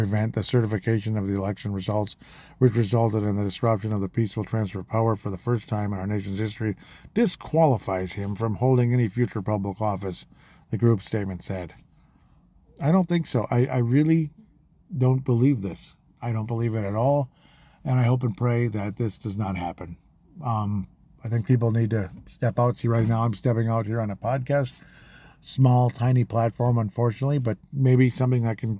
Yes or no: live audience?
no